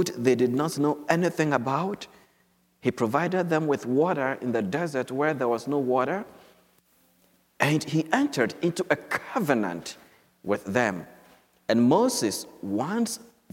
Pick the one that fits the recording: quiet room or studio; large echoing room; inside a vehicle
large echoing room